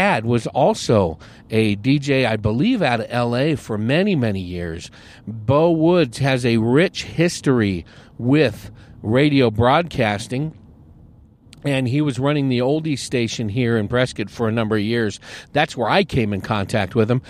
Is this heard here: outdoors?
yes